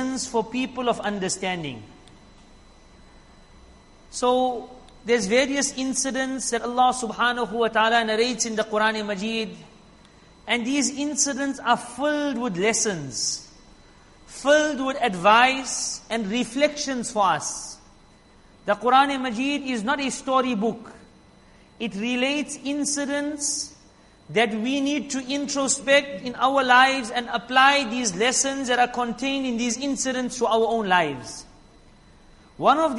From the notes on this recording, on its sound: Jumuah lecture